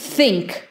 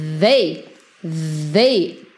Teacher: Think, não tem vibração aqui. Quando você fala they, they, tem uma vibraçãozinha.